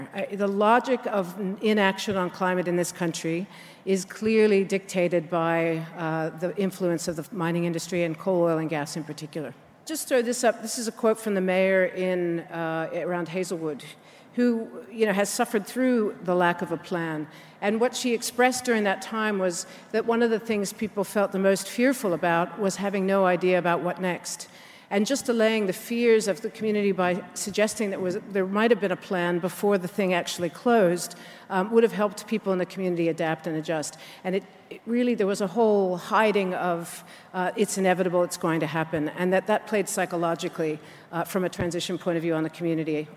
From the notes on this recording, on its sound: Environmental Justice 2017 Conference Keynote. From the 'Environmental Justice 2017' Conference, held at the University of Sydney.